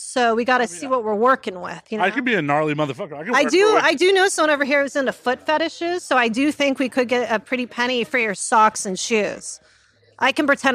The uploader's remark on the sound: live at avn 2023